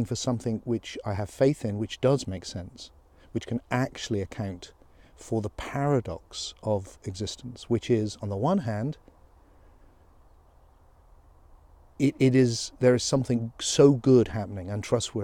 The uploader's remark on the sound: Thoughts while walking